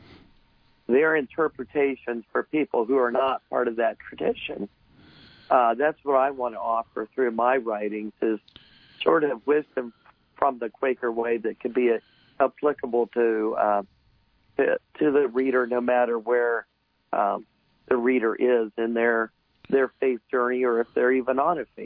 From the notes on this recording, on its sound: we speak by telephone